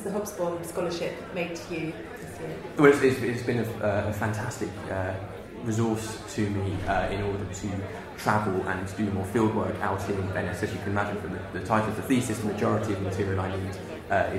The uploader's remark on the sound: This month's podcast was recorded from an event held on 11 November. To unveil a portrait of Professor Eric Hobsbawm at Birkbeck.